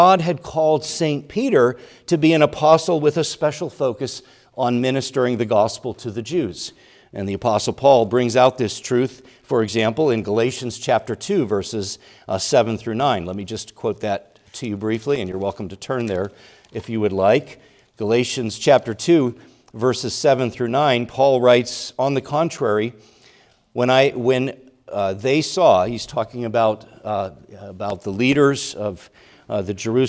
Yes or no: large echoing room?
yes